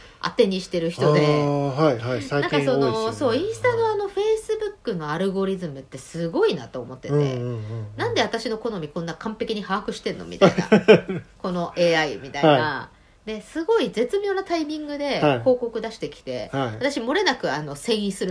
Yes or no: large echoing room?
no